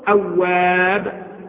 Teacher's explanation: فلو وقفت هنا على الباء قل أواب بدون نون